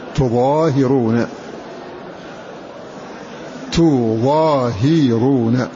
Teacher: قرأ بضم التاء وفتح الضاء مخففة وألف بعدها وكسر الهاء مع تخفيفها